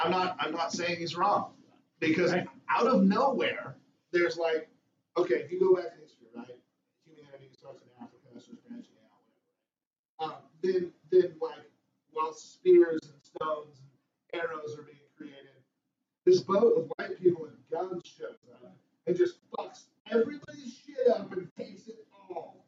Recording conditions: poor sound quality